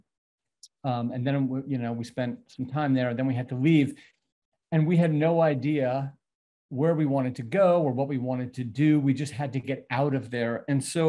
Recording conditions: video call